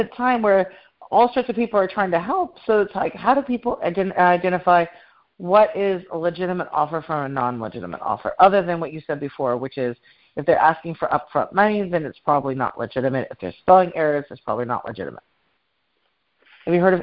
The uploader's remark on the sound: I hosted a teleconference town hall discussion